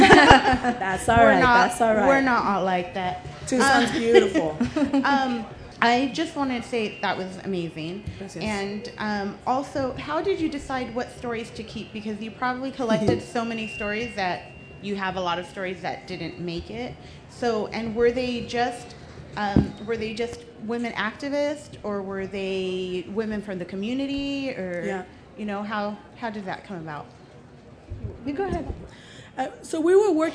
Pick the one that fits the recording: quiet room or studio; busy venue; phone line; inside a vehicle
busy venue